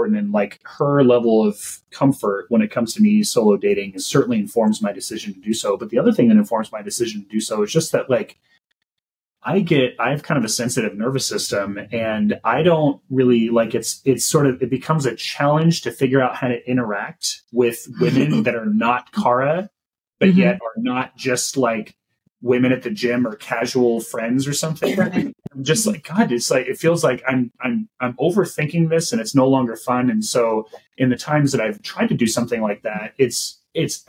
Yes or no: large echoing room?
no